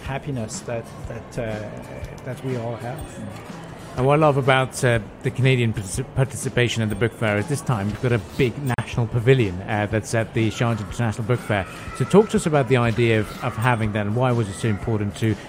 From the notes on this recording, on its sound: Pulse 95 Live from Sharjah International Book Fair.